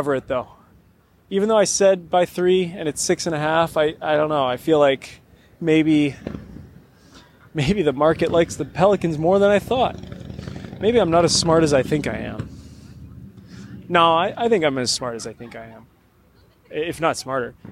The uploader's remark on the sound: Live from across the street from the Chase Center